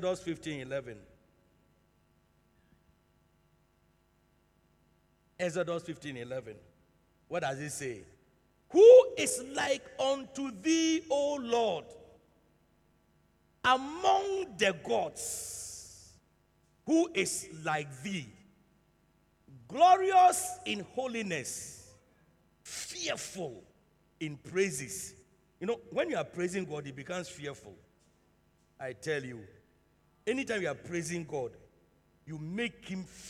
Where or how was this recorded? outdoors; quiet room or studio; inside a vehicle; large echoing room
large echoing room